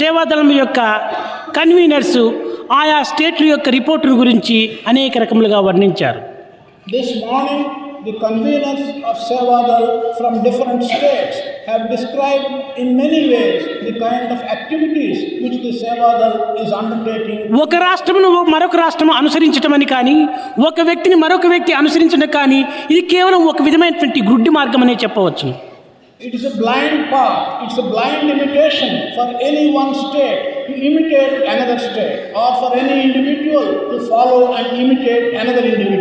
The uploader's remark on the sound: during inauguration of the Sevadal conference